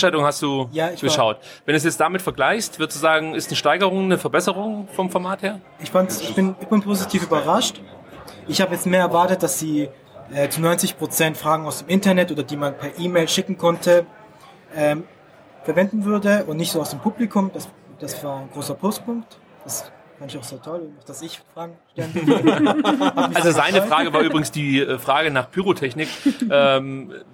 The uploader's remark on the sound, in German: Live vom Dunkelroten Tisch aus dem Neckarstadion